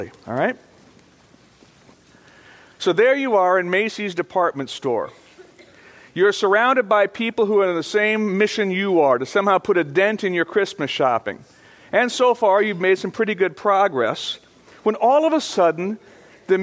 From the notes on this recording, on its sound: Originally recorded on December 2, 2012, at Fellowship Missionary Church, Fort Wayne, IN.